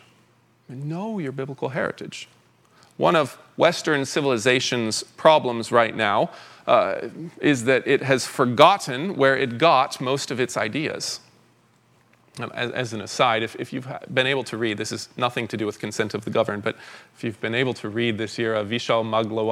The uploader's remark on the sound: 2023 Fall Conference Talk #1